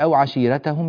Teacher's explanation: في أو عشيرتهم لا ننسى ترقيق الراء، والراء هنا مفتوحة وقبلها ياء ساكنة، فينبغي ترقيق هذه الراء